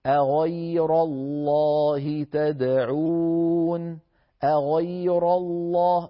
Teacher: الهمزة مرققة، غ الغين مفخمة، أغي الياء مرققة، را الراء مفخمة. إذن نعيد، أغير الله تدعون، أغير الله، أيضا هنا ننتبه أن لا نفخم الهمزة ولا الياء التي بعد الغين، يعني كل حرف لابد أن يأخذ حقه.